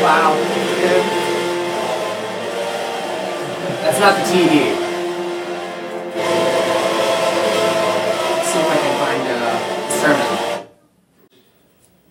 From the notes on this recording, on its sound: Apologies for the sound quality. The microphone was not positioned well, so there are parts of the conversation that are more difficult to hear.